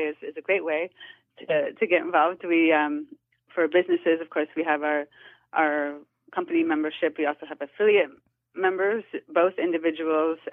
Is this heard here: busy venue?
no